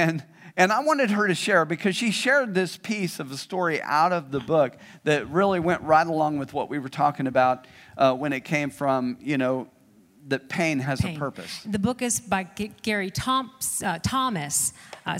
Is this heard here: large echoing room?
yes